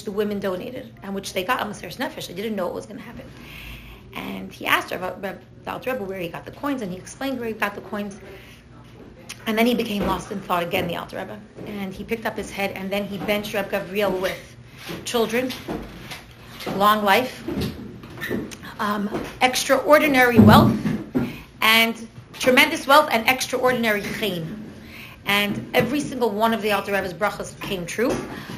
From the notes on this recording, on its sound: Recorded live as part of the Spring Taharas Hamishpacha Review Series.